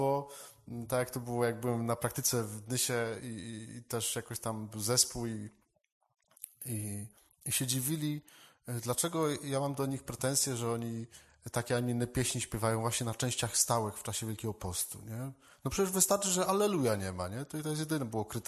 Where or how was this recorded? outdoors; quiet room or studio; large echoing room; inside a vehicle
large echoing room